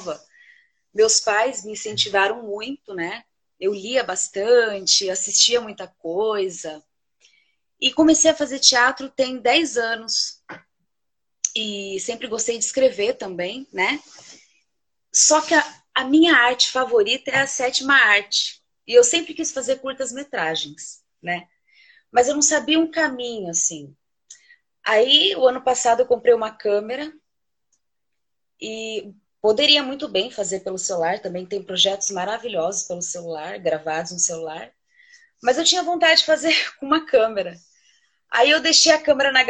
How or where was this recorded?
video call